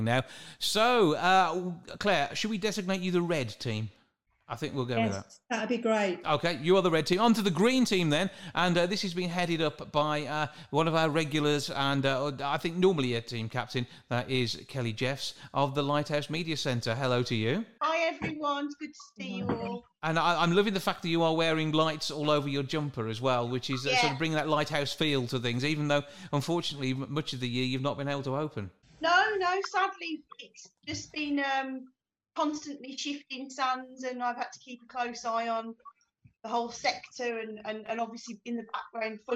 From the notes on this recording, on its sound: All happening over Zoom.